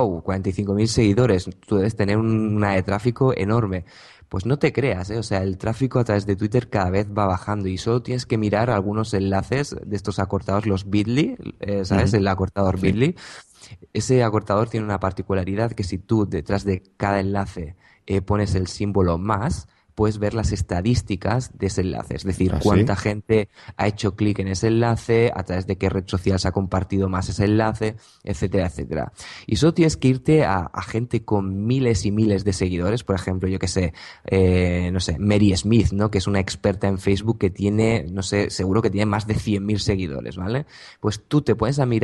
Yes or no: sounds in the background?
no